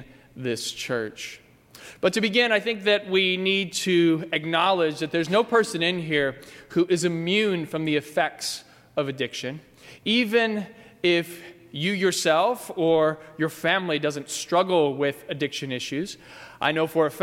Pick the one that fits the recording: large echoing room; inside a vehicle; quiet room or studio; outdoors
large echoing room